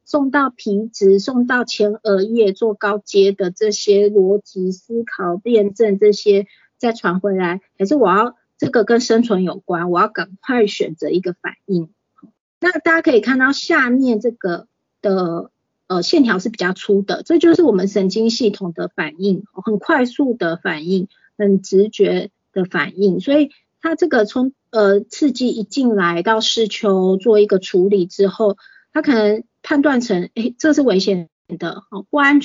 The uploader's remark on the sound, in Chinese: 此為線上課程錄音檔